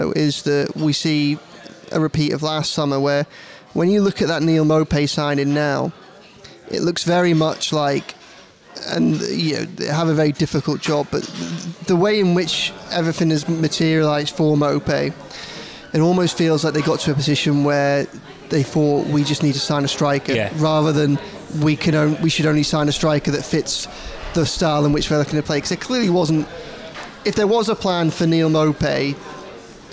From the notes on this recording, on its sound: take a break from the Liverpool ECHO office and head to Lovelocks Coffee Shop